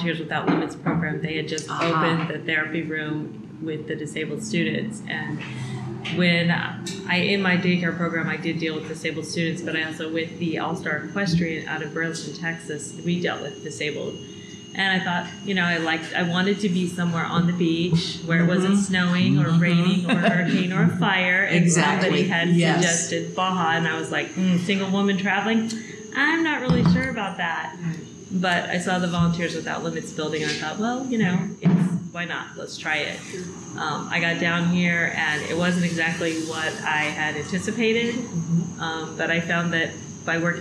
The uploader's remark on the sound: A shout out to Cafecito Lindo for allowing us to record our interview in their cafe.